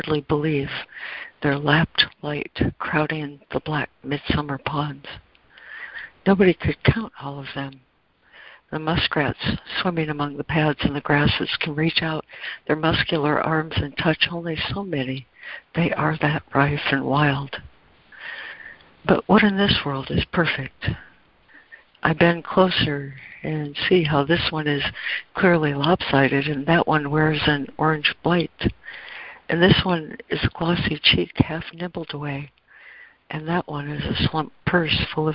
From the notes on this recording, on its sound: ACIM Daily Conference Call